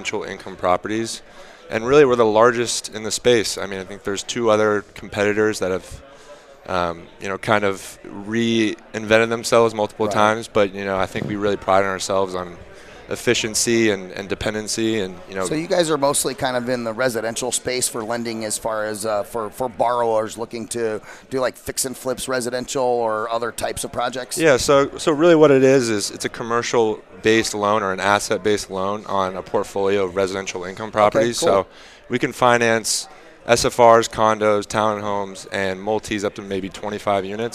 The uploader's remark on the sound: VoiceAmerica Live Broadcast From Scottsdale Arizona! A one day event for real estate professionals with Live Interviews on Site with Exceptional Speakers, Attendees, Sponsors, and Hard Money Lending Experts .